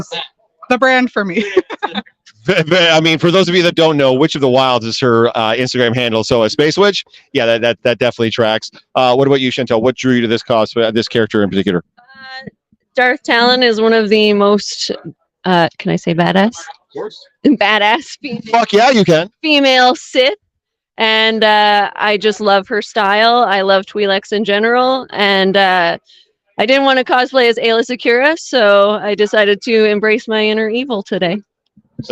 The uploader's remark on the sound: Live from the London Brewing Coop. Live from London Brewing Coop.